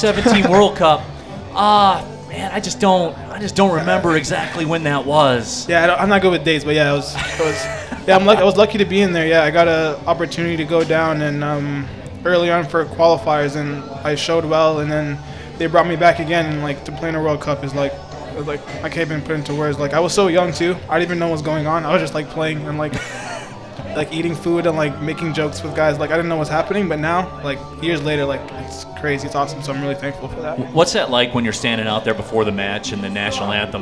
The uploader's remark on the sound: live from the City Clubhouse!